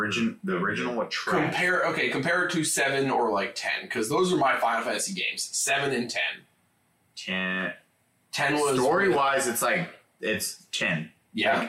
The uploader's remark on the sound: BAD AUDIO. YES THE AUDIO IS BROKEN. A WINDOWS UPDATE BROKE OUR AUDIO.